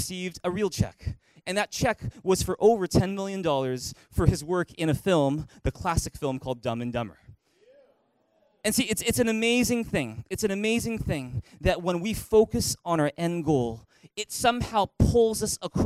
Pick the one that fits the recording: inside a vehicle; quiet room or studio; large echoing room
large echoing room